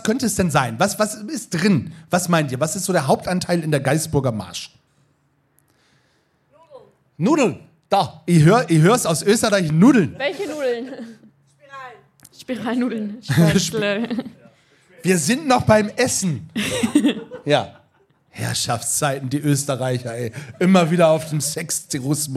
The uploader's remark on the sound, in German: In dieser Liveaufnahme beim Podfluencer Festival in Neu Ulm. PS: Diese Aufnahme wurde mit Equipment der Fa. Rode in der Werkstatt für Kommunikation in Neu-Ulm aufgenommen.